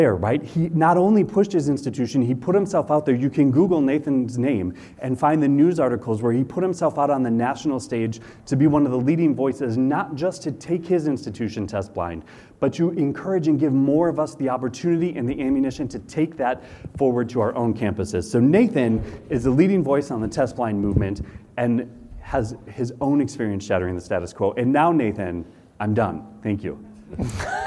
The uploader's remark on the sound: We were fortunate enough to be invited to serve as keynote speakers for the Ohio ACAC conference in March. We present you the unedited audio recording from inside the room. Being in Toledo.